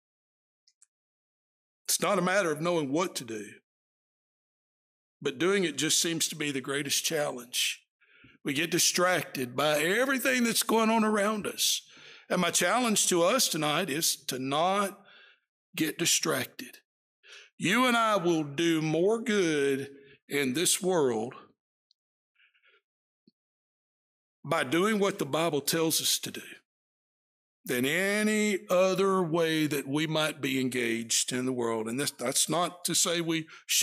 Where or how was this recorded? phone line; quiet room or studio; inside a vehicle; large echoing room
large echoing room